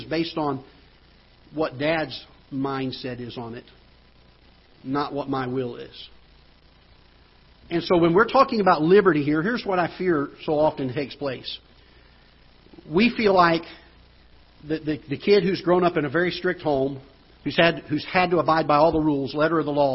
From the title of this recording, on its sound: Ketha Heights Baptist Church ~ Live Broadcast